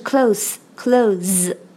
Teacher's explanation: close 要注意后面是 z 结尾啊 · Term: z 浊化的 z